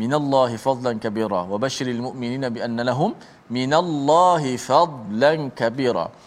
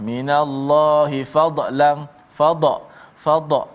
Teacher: kalimah fadla huruf dad dibaca dengan tafkhim tebal tanpa qalqalah · Shown in: first take · Ha, tidak ada kolkolah pada dot.